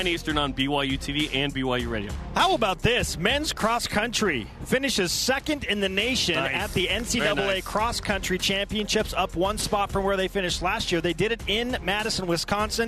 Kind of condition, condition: setting, busy venue